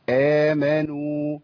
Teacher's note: عندي مد بدل حركتين وعندي مد طبيعي في آخر الكلمة